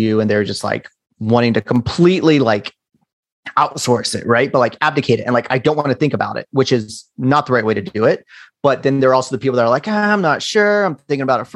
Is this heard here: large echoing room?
no